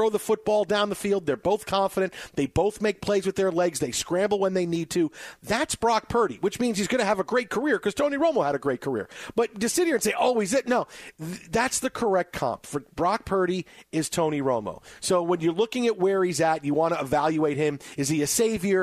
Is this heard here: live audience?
no